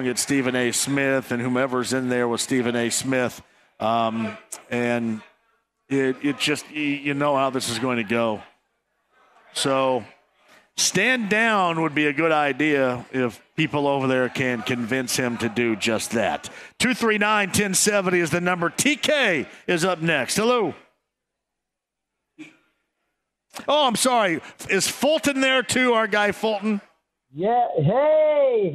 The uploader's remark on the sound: Kicks off the show LIVE from Brothers in Broad Ripple. Opens the phone lines up and takes some calls from listeners!